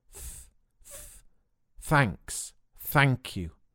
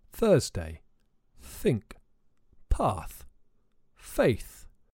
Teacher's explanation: To make the th sound, the very end of your tongue sticks out a little bit between your teeth. Th, th, thanks, thank you, but keep it soft.